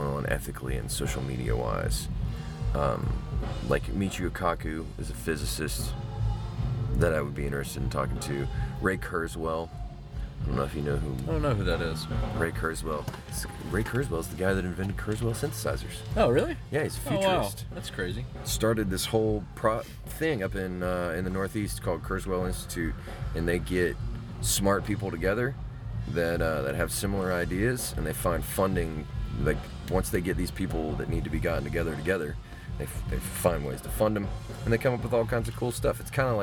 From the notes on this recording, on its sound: from the Paradise Inn on Pensacola Beach